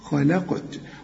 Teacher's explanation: والقاف قلقلها لأنها عليها السكون، وكل قاف كده في القرآن مدام عليها السكون قلقل.